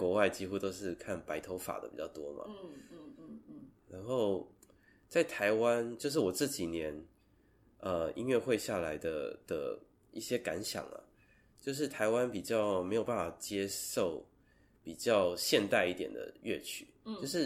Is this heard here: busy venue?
no